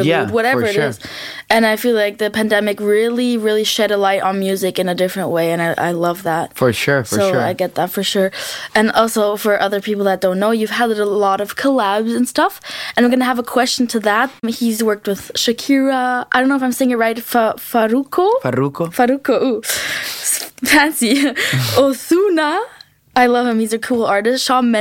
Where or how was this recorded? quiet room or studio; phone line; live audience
quiet room or studio